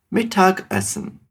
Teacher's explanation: Presta atenção que esse G no final de Mittag, ele na verdade tem meio que um som de K bem suave. E o E né, da palavra Essen não se conecta com essa consoante.